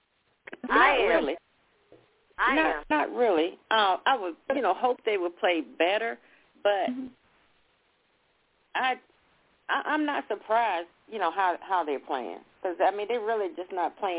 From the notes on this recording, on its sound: your phone calls